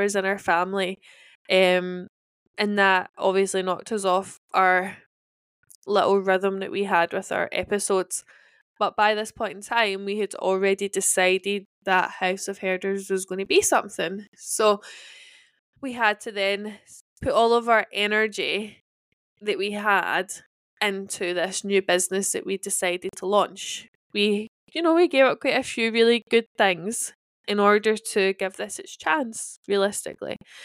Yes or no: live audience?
no